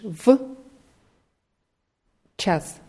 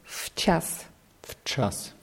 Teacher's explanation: Ja, ich habe das extra so ausgesprochen, damit man die Präposition w hört, weil um so und so viel Uhr sagt man auf Russisch w czas zum Beispiel. Aber wenn man das normal sagt, dann wird dieses w zum f · Shown in: second take